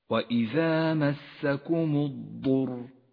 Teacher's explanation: كيف جاء حرف الضاد مشددا يحتاج إلى صفة الاستطالة ليتقوى أكثر وإذا مسكم الضر وجاءت الراء مفخمة